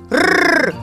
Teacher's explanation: В нем участвует голос Значит, звук р звонкий